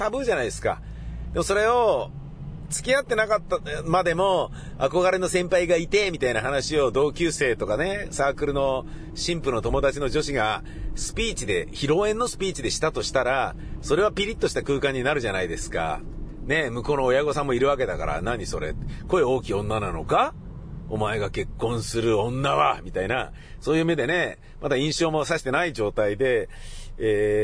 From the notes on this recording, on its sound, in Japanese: イベント終了後の帰り道の車の中でのぶつぶつ独り言です。